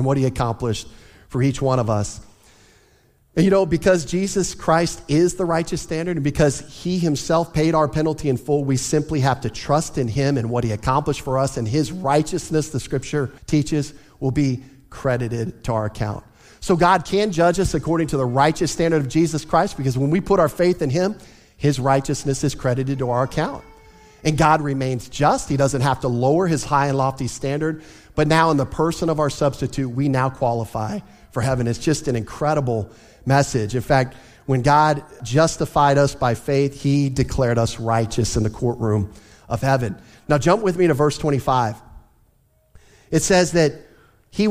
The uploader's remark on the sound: Easter Sunday Service